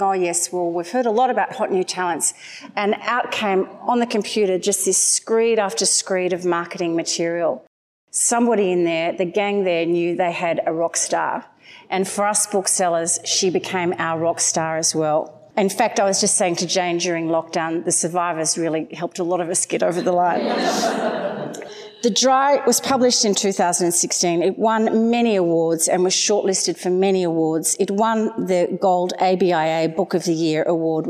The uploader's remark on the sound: at their recent live event